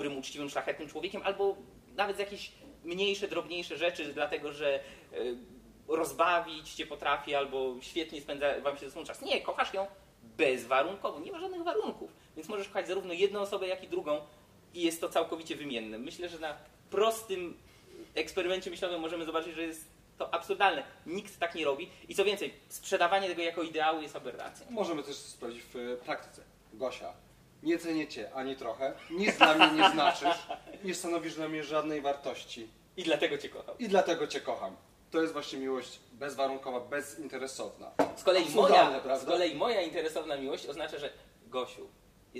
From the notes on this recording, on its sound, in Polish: Za ugoszczenie nas i możliwość nagrania podcastu dziękujemy Świetlicy Wolności – niezwykłemu pubowi przy Nowym Świecie 6/12 w Warszawie.